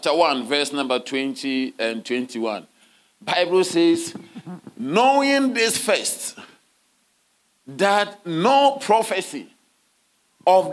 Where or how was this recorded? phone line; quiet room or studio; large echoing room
large echoing room